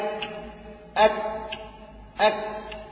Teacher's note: وهو اقرب الى مقدم الفم من القاف وابعد عن الحلق. يبقى احنا قلنا القاف قريبه من الحلق، الكاف ابعد شويه.